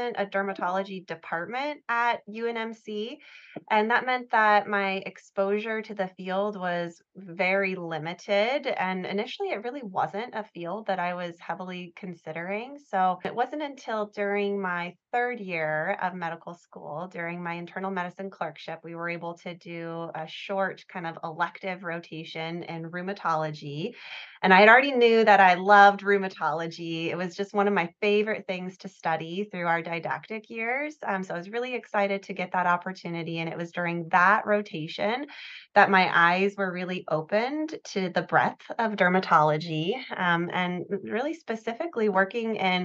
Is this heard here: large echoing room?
no